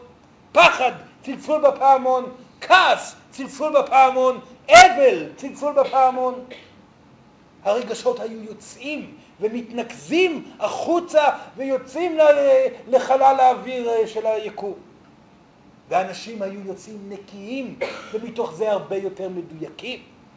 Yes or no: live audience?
yes